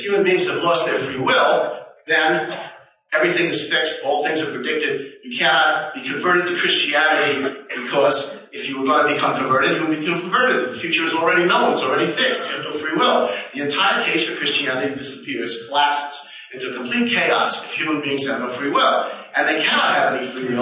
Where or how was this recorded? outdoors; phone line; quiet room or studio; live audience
live audience